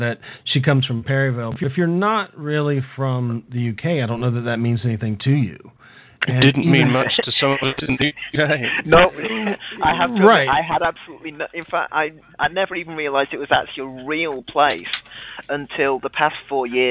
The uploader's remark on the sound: calls in LIVE from Hurricane Who